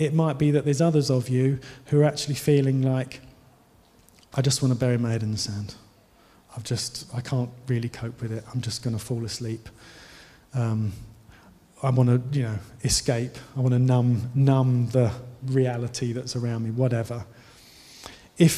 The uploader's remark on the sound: Given during the Oasis Church Live Stream